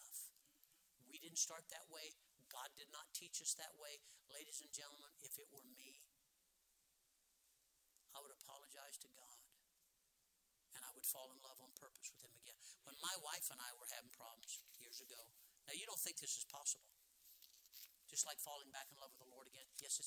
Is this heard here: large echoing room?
yes